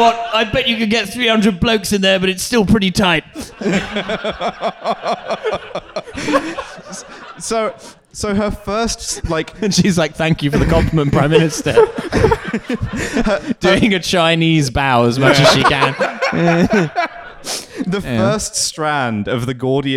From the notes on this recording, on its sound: Trashfuture Live. LIVE at Between The Bridges.